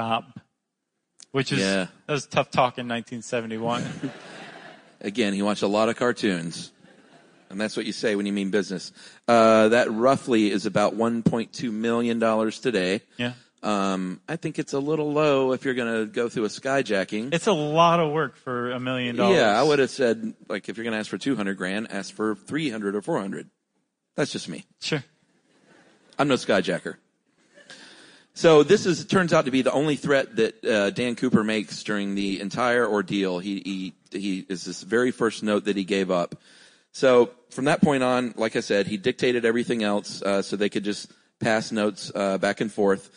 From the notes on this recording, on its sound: live from Seattle